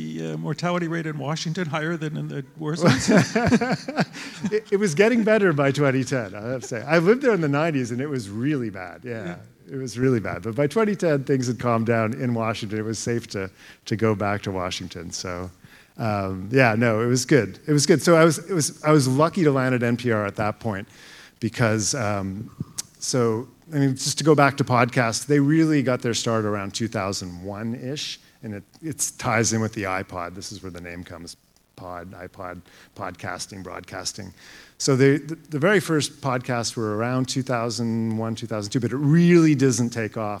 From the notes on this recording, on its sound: The first ever JCMS live podcast took place at the Canadian Dermatology Association annual conference in June. In front of a live audience.